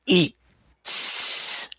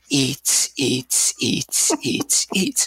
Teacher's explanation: What you do is you make the T longer. · Term: French T's